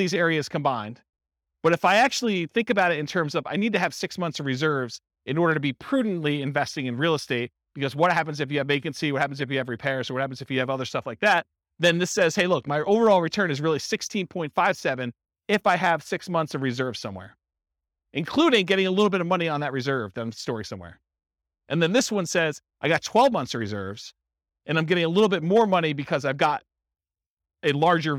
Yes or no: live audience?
yes